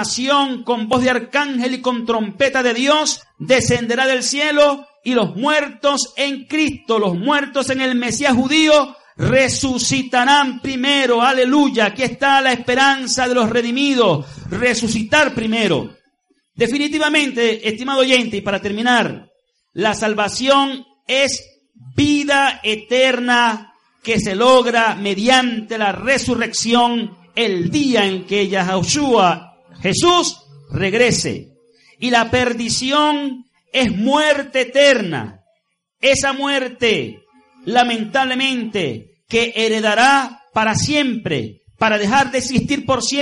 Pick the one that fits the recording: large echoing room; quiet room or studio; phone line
large echoing room